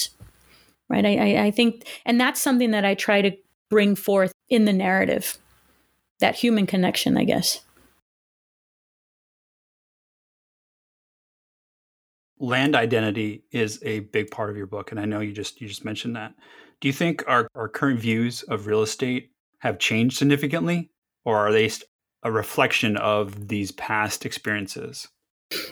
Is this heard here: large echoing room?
no